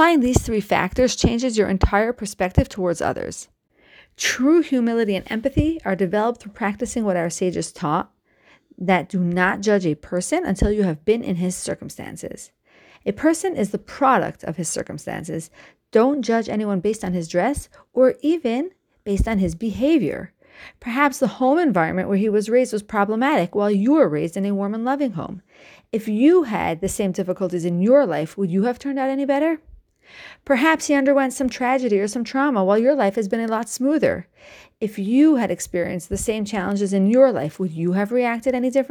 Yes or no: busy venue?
no